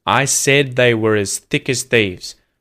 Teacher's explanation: the words were and as are linked together with an R sound. So usually if I say this the word were, I don't pronounce the R. · Term: connected speech